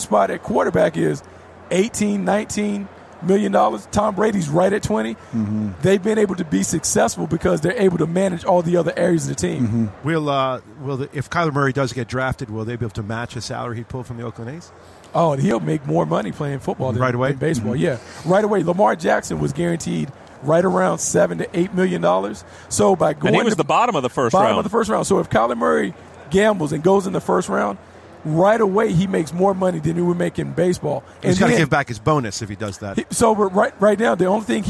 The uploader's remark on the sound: broadcast from radio row at Super Bowl 53 in Atlanta